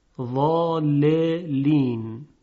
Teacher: زمانی که شما لام اول رو ساکن میکنید، در اینجا پس از حرف الف که حرف مدیست، یک سکون قرار میگیره و در اینجا مد لازم ایجاد میشه. خب حالا وقتی لام اول در لام دوم ادغام میشه، به جای اون سکون تشدید نوشته میشه.